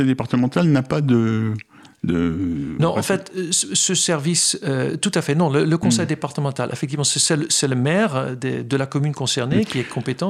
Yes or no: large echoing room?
no